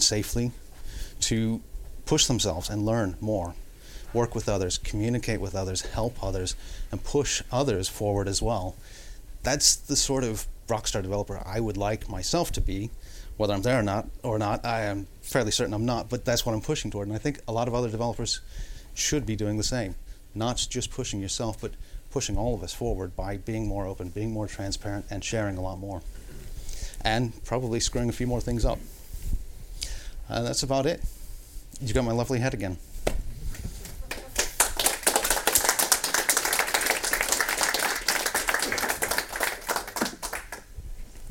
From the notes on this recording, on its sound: Gives his first ever public talk at LeicesterJS and being an audio nerd, wears a wire! The recording of his talk at LeicesterJS.